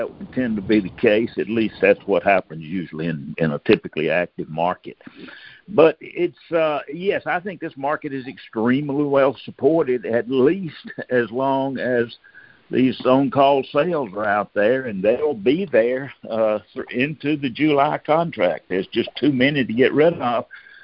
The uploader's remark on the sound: Monthly Conference Call